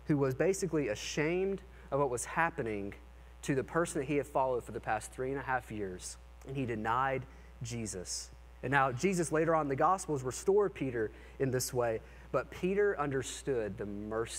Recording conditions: large echoing room